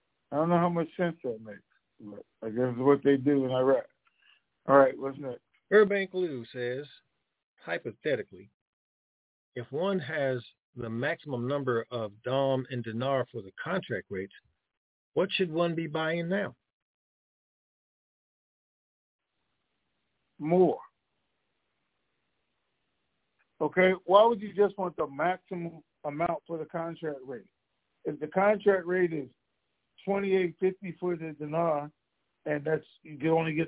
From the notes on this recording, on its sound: TNTSuperfantastic Conference Call.